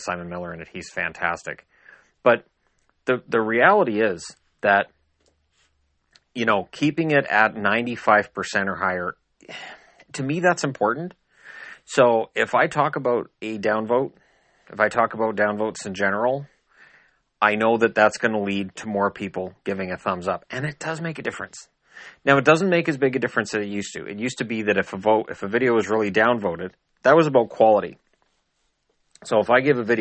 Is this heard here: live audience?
no